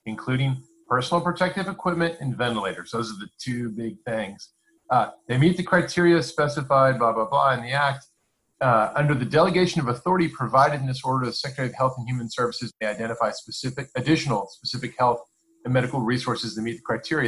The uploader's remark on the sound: We may be on home lockdown, but that didn't stop us from recording! Thanks to the magic of Zoom, we gathered online to record this episode, and just for kicks we recorded the video while we were at it.